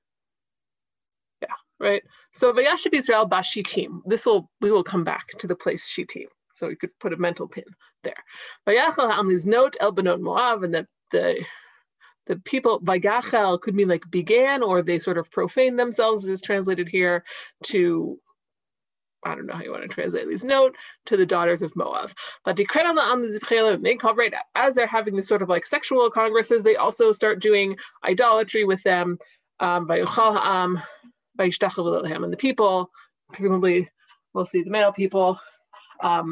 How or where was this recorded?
video call